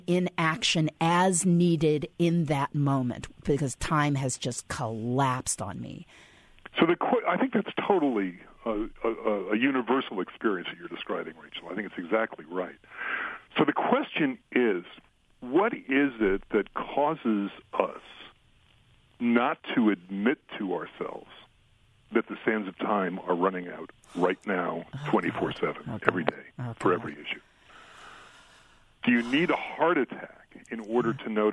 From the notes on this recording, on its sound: on the phone